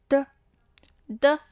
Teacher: 舌尖轻轻抵住下面的牙齿后方，然后快速放开